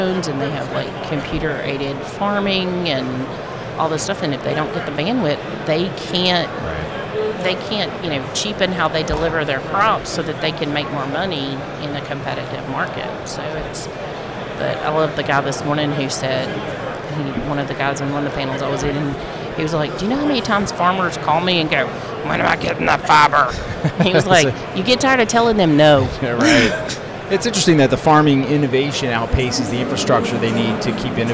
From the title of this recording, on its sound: Live from FiberConnect 2019